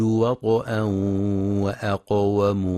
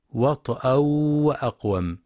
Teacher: والصواب تحقيق الإدغام بغنة في التنوين عند التقائه بالواو · Shown in: first take